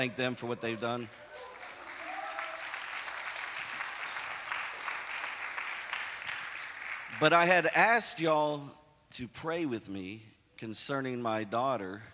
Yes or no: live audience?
yes